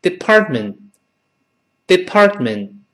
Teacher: 中间那个 t 和后面那个 t 都听不到了